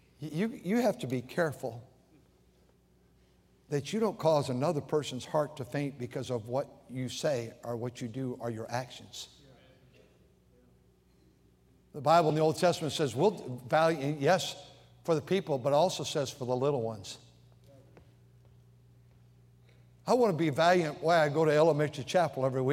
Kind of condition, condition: setting, large echoing room